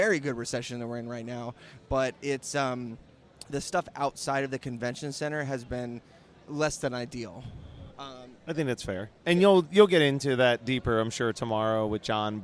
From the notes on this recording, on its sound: Geekscape at San Diego Comic Con 2023 Day 3!